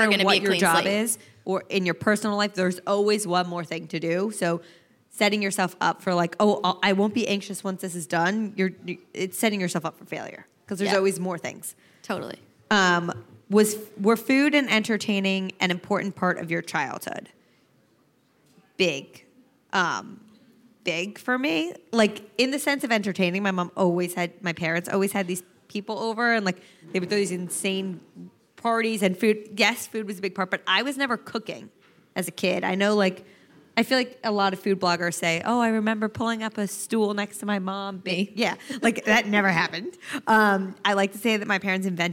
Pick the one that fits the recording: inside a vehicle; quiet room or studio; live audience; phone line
live audience